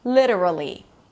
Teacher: It's a secondary stress. So it's going to be a little longer than the previous two syllables, the two schwas, literally. · IPA: ˈlɪɾəɹəli